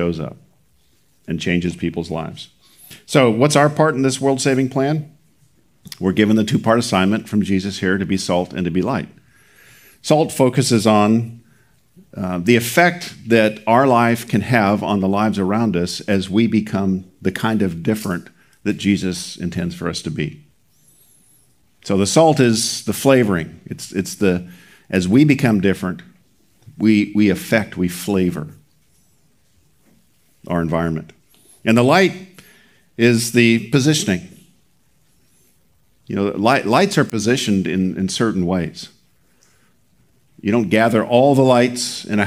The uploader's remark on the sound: Recorded at Seabreeze Church